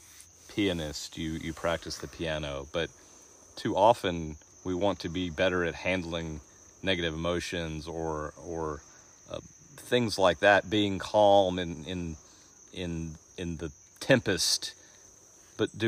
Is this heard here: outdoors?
yes